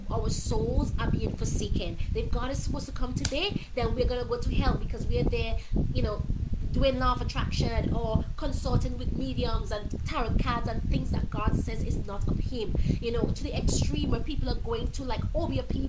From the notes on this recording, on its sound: In this episode I went live from my old bedroom back in my parents house in SVG. It was super hot so the fan was on, therefore, the audio is not the best.